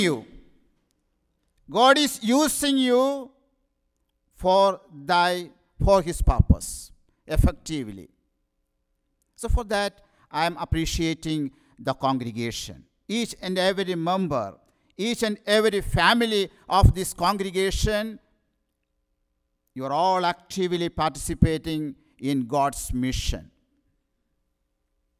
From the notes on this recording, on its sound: Sermon preached at RCHP